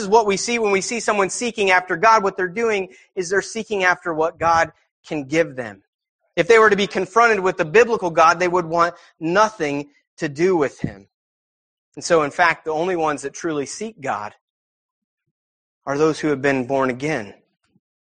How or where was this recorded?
large echoing room